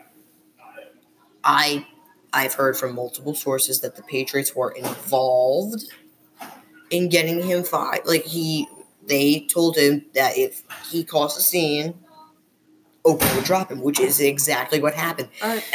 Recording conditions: background noise